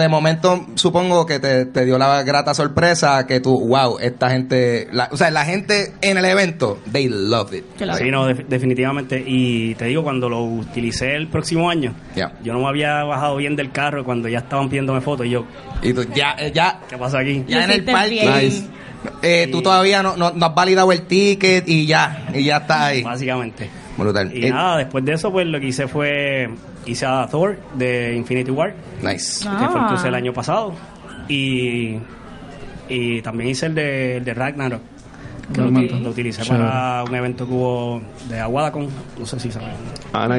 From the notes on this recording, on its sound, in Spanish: fue grabado como parte de la serie #RoadToPRCC2019 en la tienda The Bookmark localizada en San Patricio Plaza